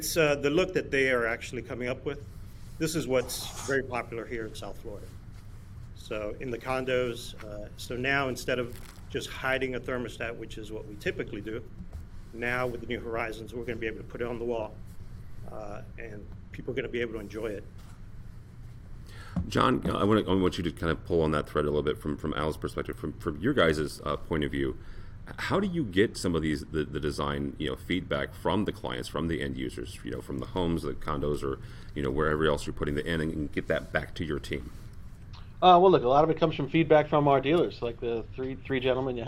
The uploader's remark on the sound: Live From Crestron Masters 2021